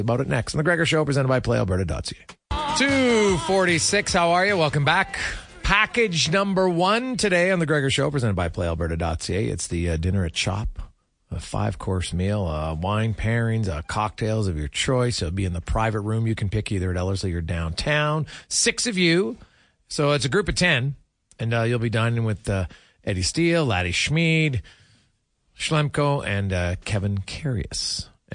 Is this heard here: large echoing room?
no